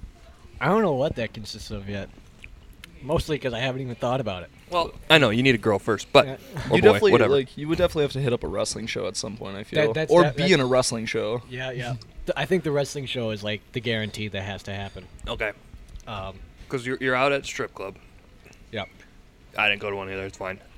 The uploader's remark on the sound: Live at A&W